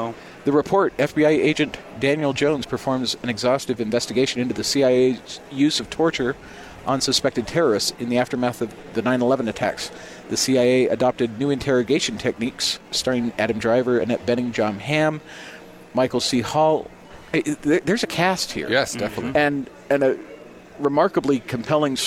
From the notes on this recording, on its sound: LIVE from Megaplex at The District. On The Zone Sports Network.